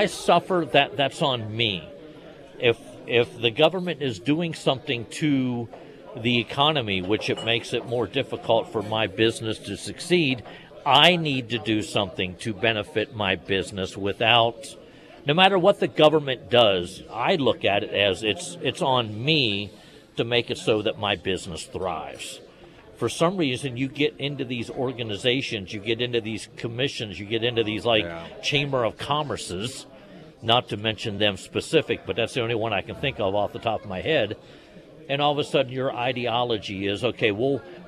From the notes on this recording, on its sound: live at Scramblers Diner